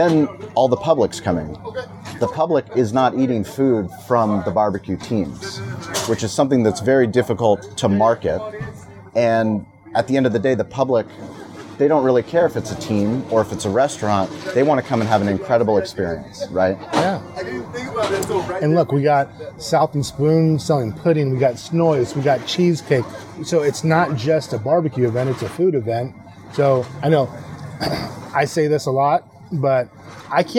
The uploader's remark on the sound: recorded live on the main stage of the 10th annual Spring Valley Tailgate and BBQ Fest